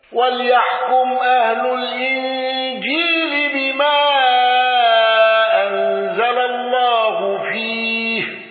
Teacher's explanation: قالون بتوسط المنفصل واندرج معه من اندرج